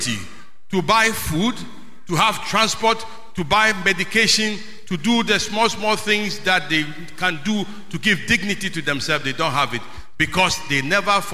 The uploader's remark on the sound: Sermon preached at CBC Shiashie Campus